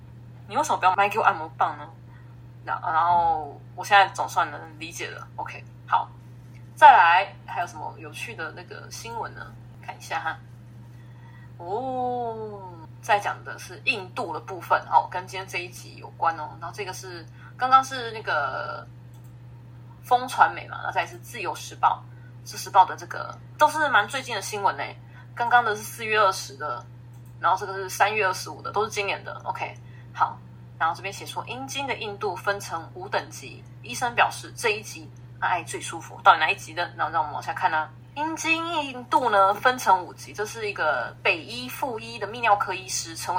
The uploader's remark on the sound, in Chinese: 但因為這次硬碟出了點問題，所以二次錄音下沒有收音的很好。如果有聽到一些雜音也請多多包涵。